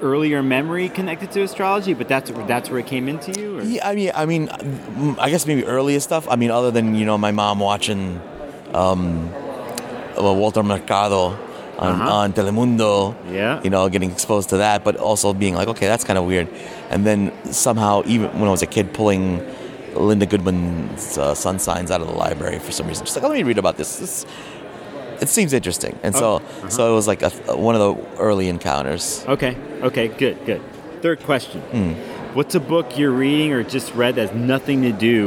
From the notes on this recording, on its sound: This was a quick interview from the NORWAC conference.